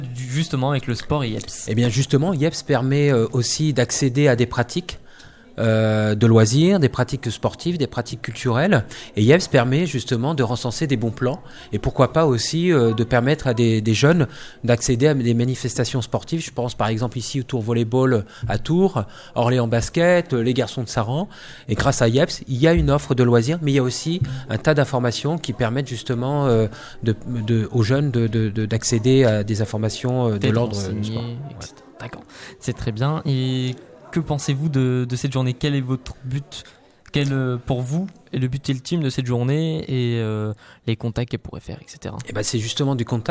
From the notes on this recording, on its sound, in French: Emission réalisée en direct samedi 30 mars 2019 depuis le Campus des metiers 37 de Joué-les-Tours.